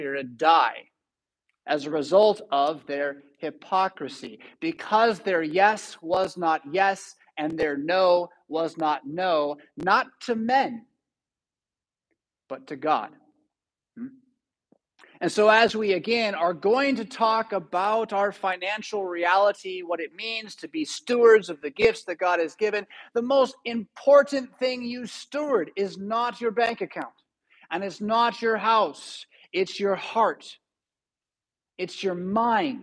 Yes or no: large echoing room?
yes